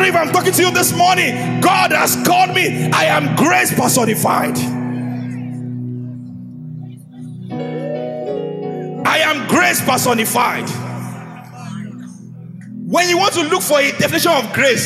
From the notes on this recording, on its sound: an inspiring sermon from Gracemade Christian Center's first-ever Grace Conference